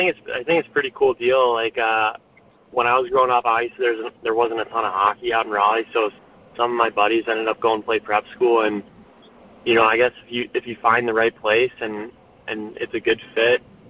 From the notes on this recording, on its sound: The recording of this special Veteran&#8217;s Day conference call. The recording of this special Veteran’s Day conference call.